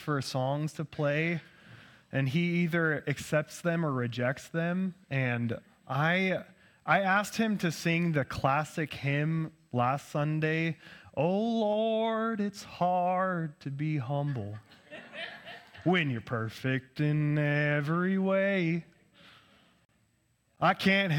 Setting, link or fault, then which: setting, large echoing room